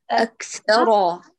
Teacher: ما كانت العرب تفخم الثاء